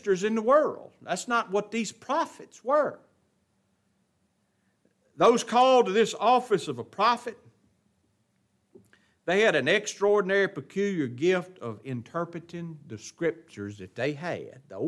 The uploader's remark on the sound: It was taught in the adult Bible class at Grace Baptist of Ruston Louisiana